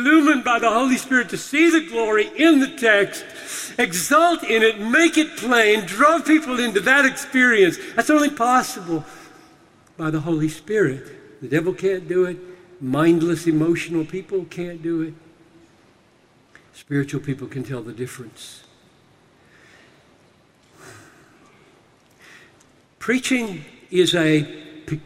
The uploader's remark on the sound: Delivered this message during a breakout seminar at the Sing! 2018 Conference in Nashville.